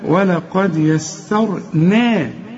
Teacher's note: فخم الراء بس ورقق النون